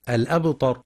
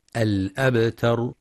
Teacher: وبعضهم يفخم التاء فيقترب لفظا من الطاء الأبطر، والصواب ترقيقها الأبتر، وينتبه القارئ لقلقلة الباء الساكنة.